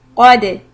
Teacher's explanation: qaf heavy, dal soft with a qalqala